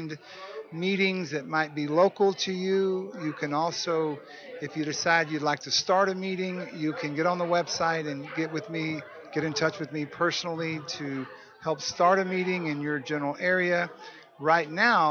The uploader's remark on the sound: broadcasting from the 39th Annual NAATP Leadership Conference in Austin, Texas